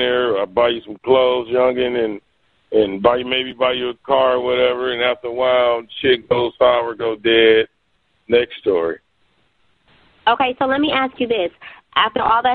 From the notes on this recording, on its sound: …'s Personal Prank Phone Calls Collection.